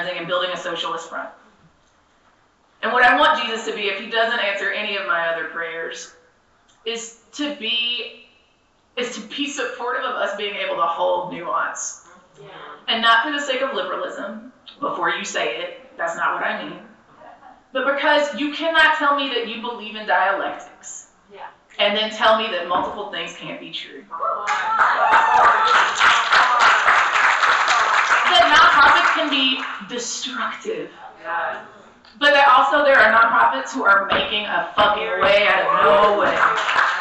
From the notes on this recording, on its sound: session recorded at Socialism 2022